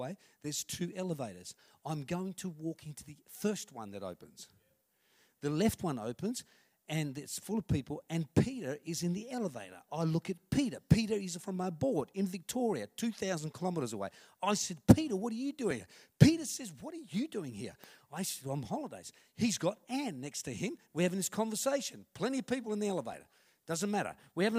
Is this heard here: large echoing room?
yes